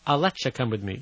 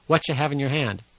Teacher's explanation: And for some reason, after the letter T, the ya, the ya becomes cha.